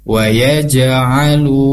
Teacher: Nah, ini ada mad tabi'i, panjangnya dua harakat.